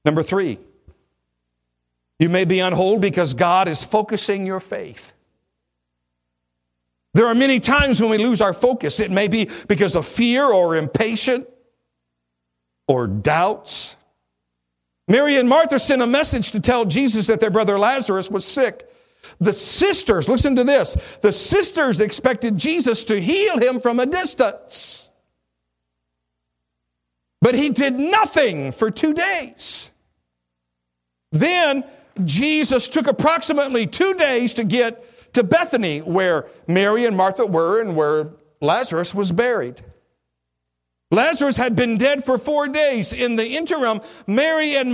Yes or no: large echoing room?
yes